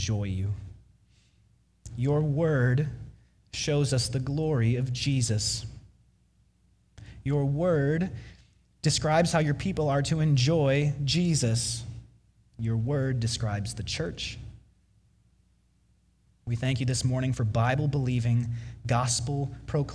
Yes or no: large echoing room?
yes